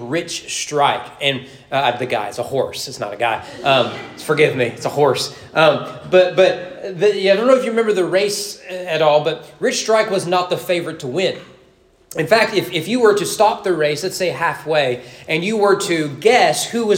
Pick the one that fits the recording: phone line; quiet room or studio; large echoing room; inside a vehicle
large echoing room